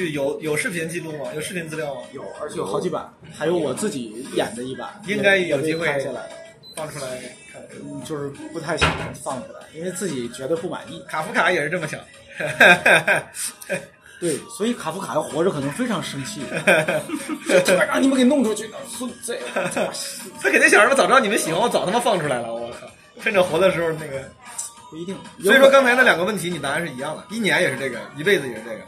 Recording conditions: phone or laptop microphone